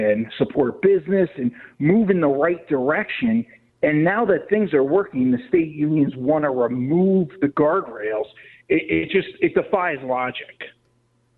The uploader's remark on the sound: take phone calls